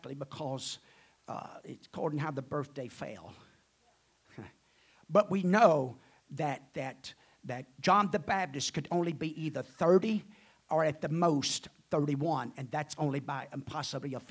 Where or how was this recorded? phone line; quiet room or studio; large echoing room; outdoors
large echoing room